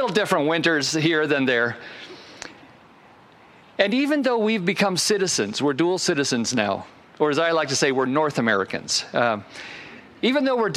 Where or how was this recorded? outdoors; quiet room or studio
outdoors